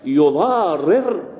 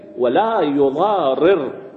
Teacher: بالإظهار، أي بإظهار الراء والكسر، ولا يضارر، هذا هو البناء على الفاعل على قراءة ابن أبي عمرو.